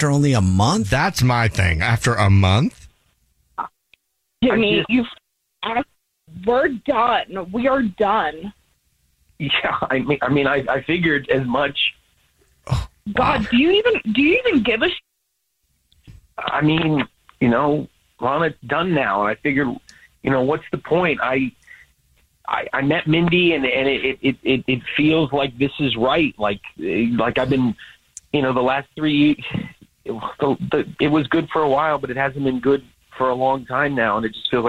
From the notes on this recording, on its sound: On the phone.